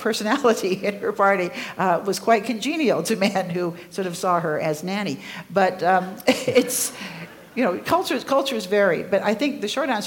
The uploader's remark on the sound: Recorded live at CCVO’s 2018 Connections Conference in Calgary, Alberta.